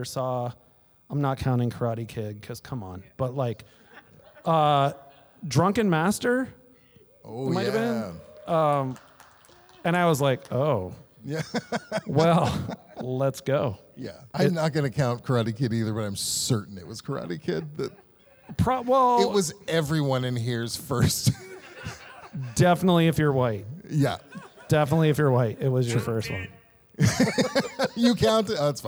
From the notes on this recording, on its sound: We are live at the Oriental Theatre! Special 50th anniversary screening of ENTER THE DRAGON.